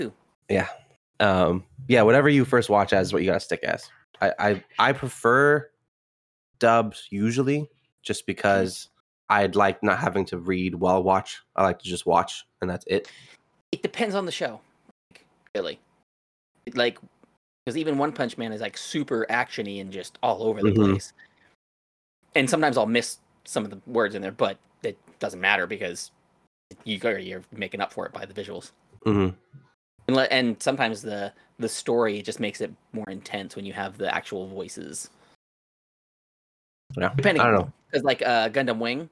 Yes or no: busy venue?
no